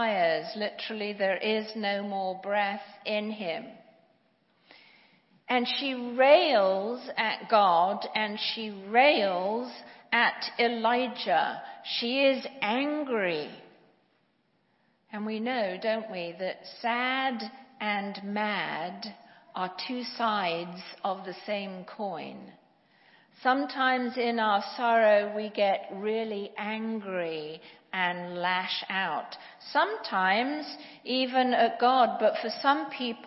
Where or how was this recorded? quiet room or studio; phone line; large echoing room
large echoing room